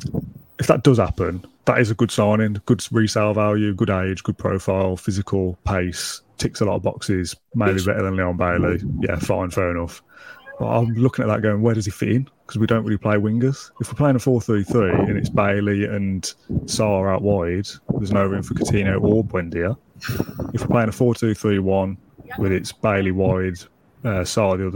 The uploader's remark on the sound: LIVE from Selhurst Park for another post match debrief